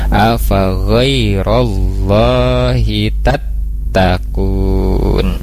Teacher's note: Dan tadi di lafad Allah juga di huruf H, hati-hati di wallahi, di Allahi, hi-nya itu tidak dibaca panjang, jangan sampai dibaca panjang